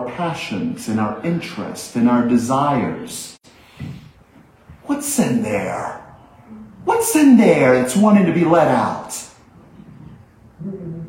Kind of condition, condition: setting, large echoing room